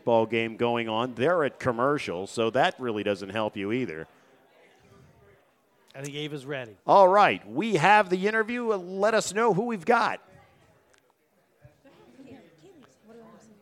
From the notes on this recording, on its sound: Live from the deck at The New Bertie's Inn